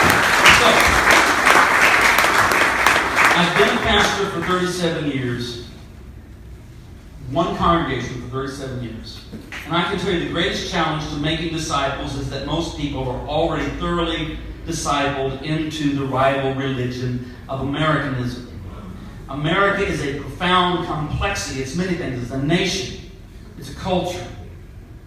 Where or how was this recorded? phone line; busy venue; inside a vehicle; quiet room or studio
busy venue